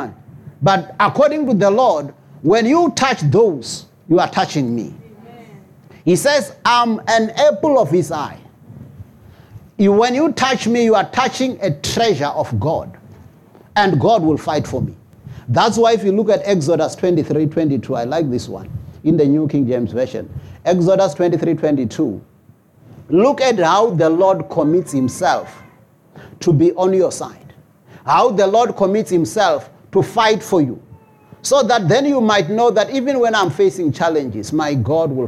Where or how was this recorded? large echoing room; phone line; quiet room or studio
large echoing room